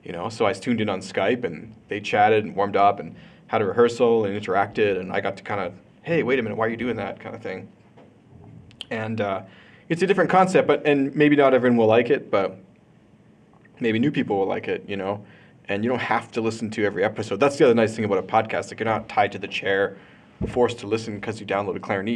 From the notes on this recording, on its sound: Live in Calgary, AB. I participate in a live roundtable interview and conversation about podcasting.